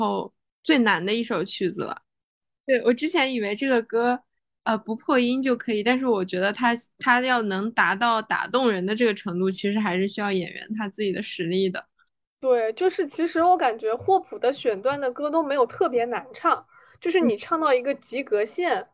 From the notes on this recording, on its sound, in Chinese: 这期依然是远程飞书录制